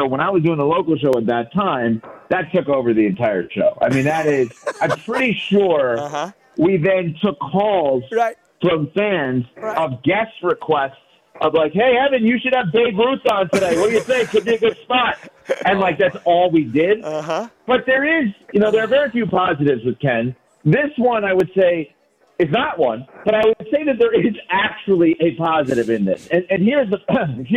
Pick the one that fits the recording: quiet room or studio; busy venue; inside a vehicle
busy venue